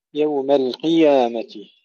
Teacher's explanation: يوم القيامة هنا ننتبه إلى الياء وإلى تحقيق كسرة القاف. كثير من الإخوة يوم القيامة يقرؤونها بسرعة فكأن الياء لا تظهر.